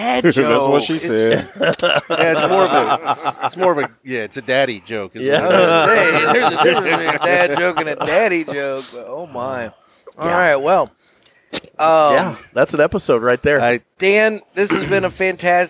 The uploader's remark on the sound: Live from the 100K Download Party!